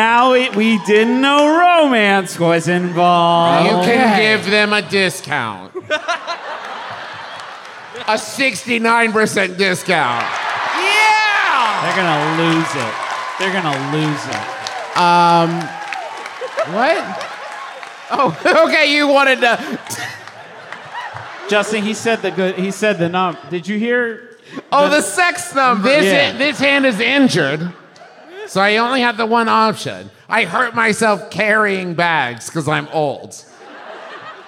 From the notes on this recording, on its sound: Live (at the time) from The Balboa Theater for San Diego Comic Con, it’s a very fancy episode. San Diego Comic Con was a live show.